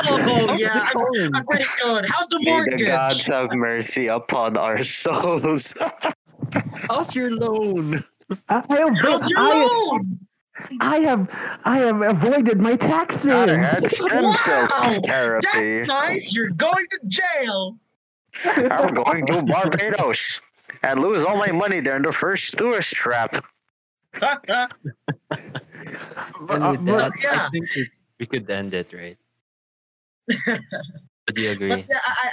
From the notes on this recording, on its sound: Due to fluctuating signals at the time recording of the video did affect the quality of the voices, apologies I could not fix it at post. In this episode of the podcast we have two guests.